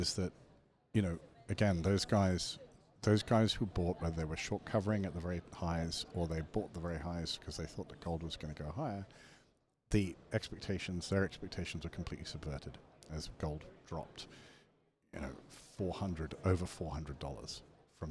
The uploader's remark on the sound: Recorded at the International Mining and Resources Conference (IMARC). Recorded at the International Mining and Resources Conference (IMARC).